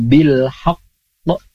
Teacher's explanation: ini qalqalah kubra atau bisa juga ada yang menyebutnya qalqalah akbar karena huruf qalqalah kemudian ada tasydidnya